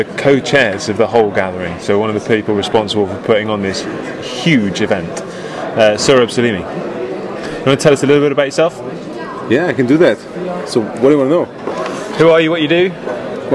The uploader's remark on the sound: Global Scrum Gathering, Munich, Germany. Our special bonus includes our conference chats.